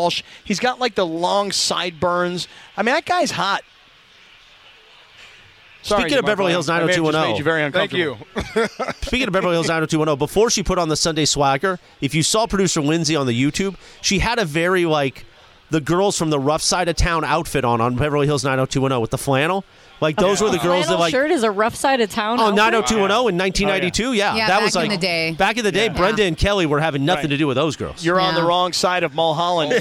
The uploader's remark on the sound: live from Yaavama